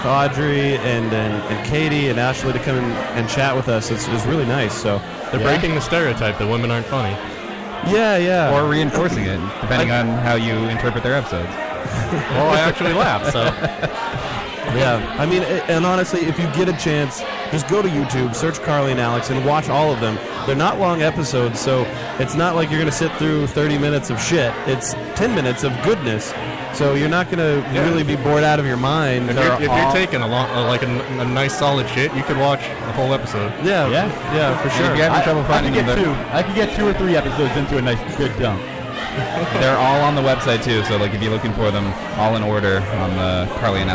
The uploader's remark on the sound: We are live from the K&A Finale party!